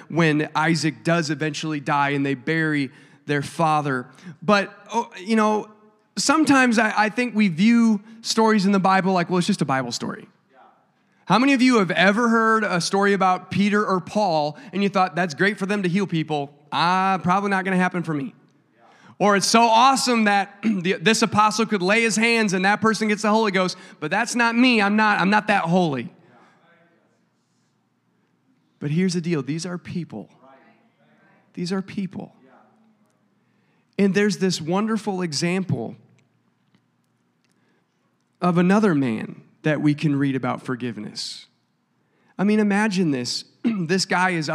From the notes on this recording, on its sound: a service recording from Connect Point UPC